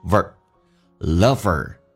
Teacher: 在美式发音当中咬下唇，轻度卷舌 ver